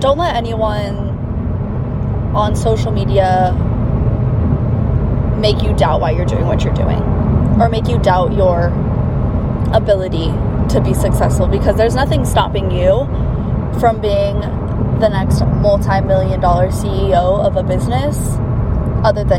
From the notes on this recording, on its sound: This episode was recorded on my drive to our San Diego Location so I apologize in advance for the quality not being the best